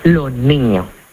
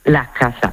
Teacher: en lugar de pronunciarla con la S, lo que hacemos es aspirarla. · Term: S aspirada